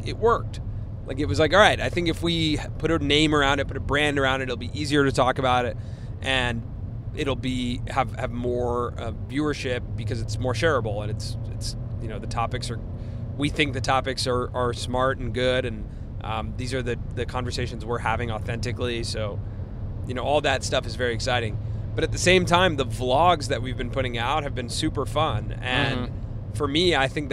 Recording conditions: inside a vehicle